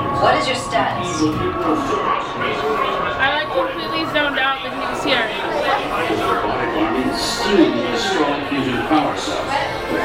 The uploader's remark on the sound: were having a great time at a Cider Fest in Louisburg, and of course recorded a little bit of audio fun